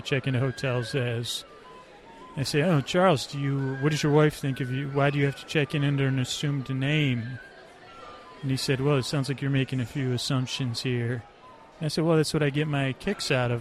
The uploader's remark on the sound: Live at the Dickens Fair. This is a cut of the show but only my mic...not the mics collecting the area sound.